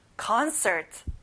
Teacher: con에 강세를 두고요. 끝에 r 발음까지 정확하게 해보세요.